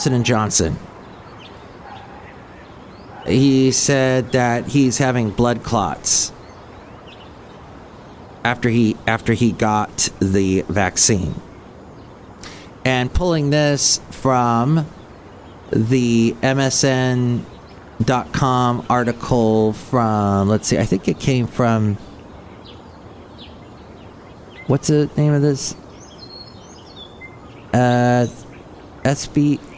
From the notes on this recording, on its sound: podcasts live from Cafe Anyway